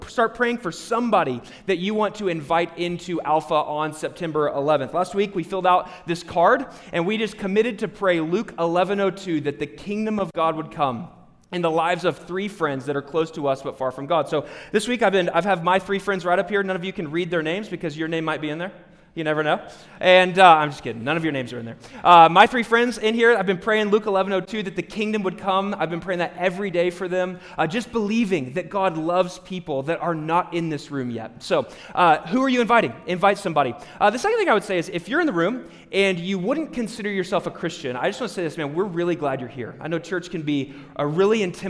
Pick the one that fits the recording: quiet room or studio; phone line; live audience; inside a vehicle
live audience